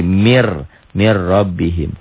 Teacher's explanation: Jadi kalau nun mati atau tanwin berhadapan dengan lam atau ro, dimasukkan, dileburkan tanpa disertai dengan ditahan, tanpa dengan dengung. · Term: idgham bila gunnah